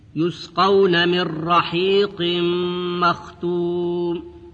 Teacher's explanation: النون الساكنة أدغمت في الراء دون غنة · Term: إدغام النون الساكنة